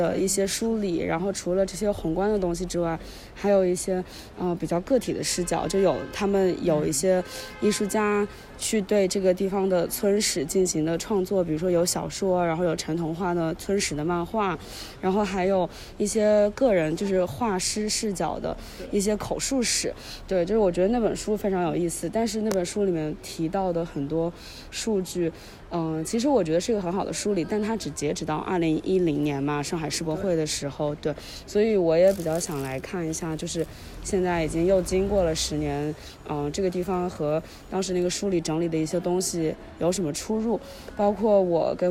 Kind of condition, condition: setting, outdoors